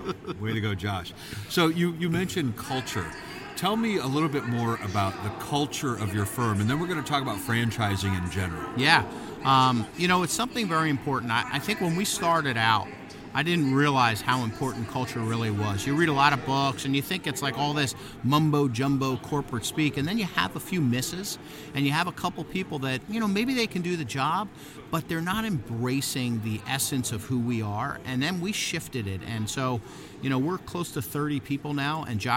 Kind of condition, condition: setting, busy venue